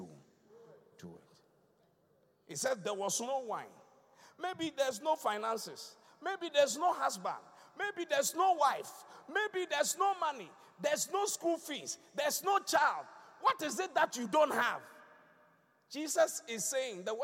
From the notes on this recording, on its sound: Preached at the Qodesh